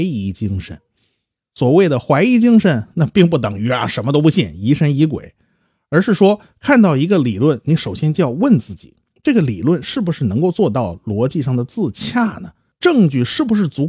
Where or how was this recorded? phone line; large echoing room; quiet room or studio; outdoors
quiet room or studio